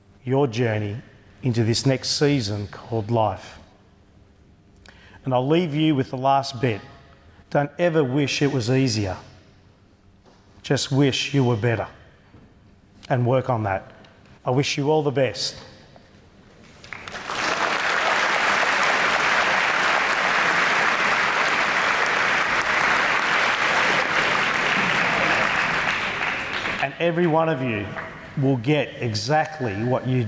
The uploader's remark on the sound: speech to the graduating class at East Doncaster Secondary College